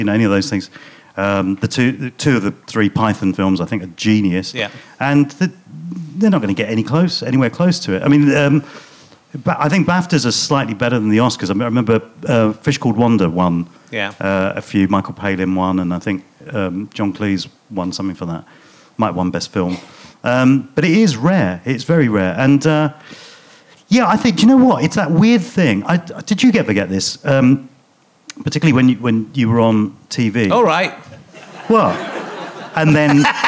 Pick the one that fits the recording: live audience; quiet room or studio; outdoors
live audience